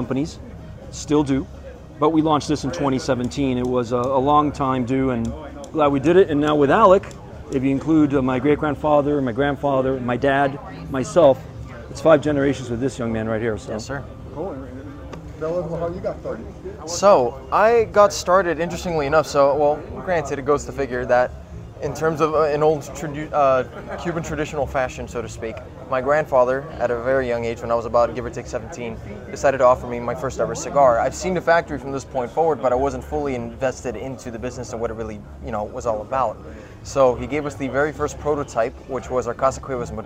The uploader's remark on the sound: Live interview from the Intercontinental Hotel in Doral Florida